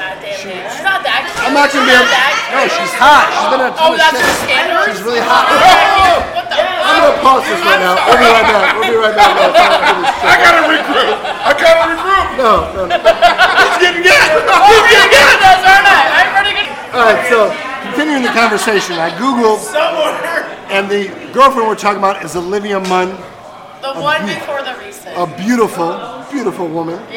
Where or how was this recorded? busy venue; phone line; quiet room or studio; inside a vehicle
busy venue